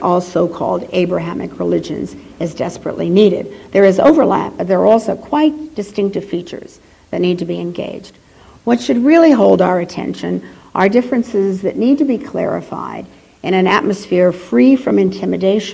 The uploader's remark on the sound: She delivered this lecture on April , 2008 at the University of Chicago's Swift Hall.